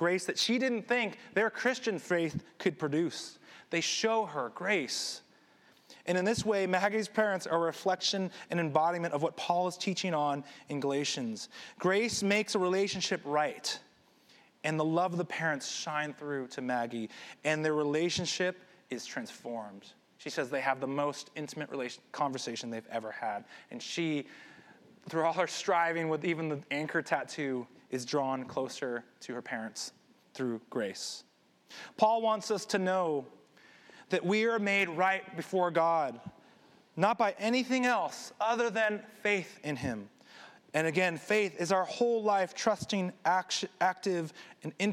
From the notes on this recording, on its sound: This sermon was recorded at Highway Palo Alto